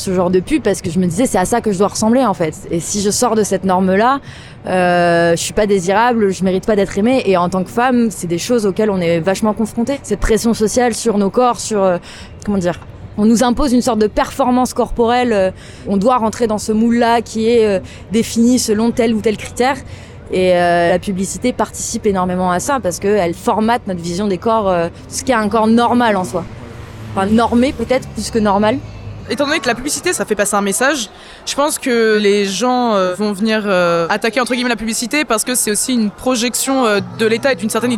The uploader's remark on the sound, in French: Microtrottoirs enregistrés entre février et juin 2023